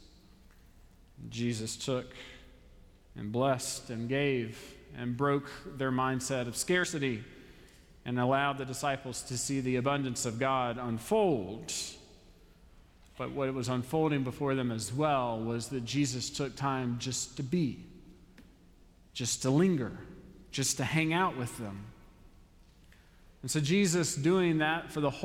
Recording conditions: large echoing room